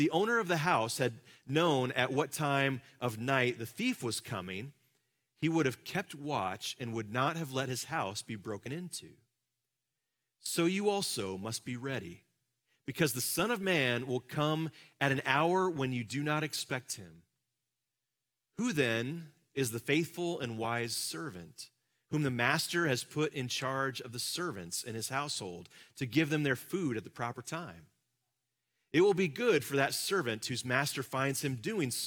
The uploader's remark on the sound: Live from our Celebration Ministry Center